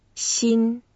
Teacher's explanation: 心 is the first tone, so it's flat